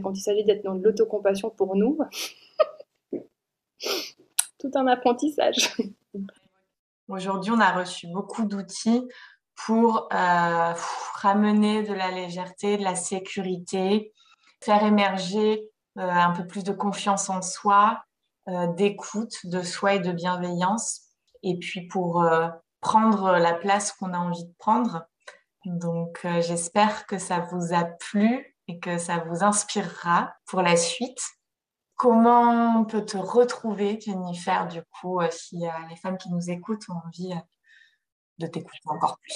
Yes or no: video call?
yes